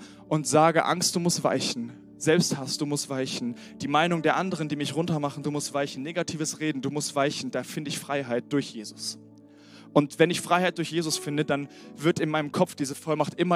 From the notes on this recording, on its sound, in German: Sonntagspredigt aus dem Standort Bochum.